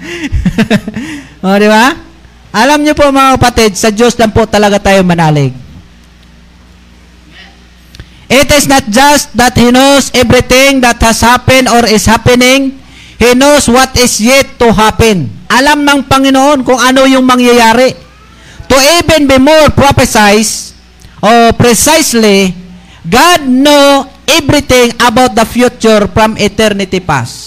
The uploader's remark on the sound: LIVE SUNDAY SERVICE OF MISSIONARY BAPTIST CHURCH POLANGUI. FB LIVE NG BEST105FM INTERNET TV INTERNET RADIO BROADCASTING.